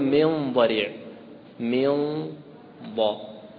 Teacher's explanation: يريد أن يقحم هذه النون في الضاد، ولا يمكن، لا يستطيع أن يدخلها، فصارت هنا حالة بين الإظهار وبين الإدغام، وهي إيش؟ ما في، لا مفر من الإخفاء، لا بد أن تخفي، فتقول من ضريع، من ضاء، ويلاحظ في الإخفاء كذلك الغنة ومراعاة قراءة الحرف الذي بعده، إن كان مفخما تفخم الغنة وإن كان مرققا ترقق. · Term: الإخفاء الحقيقي